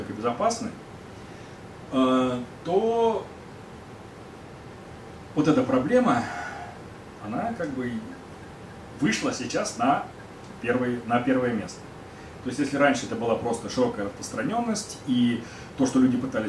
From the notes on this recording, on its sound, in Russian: Книжный клуб-магазин "Гиперион" — научно-популярная лекция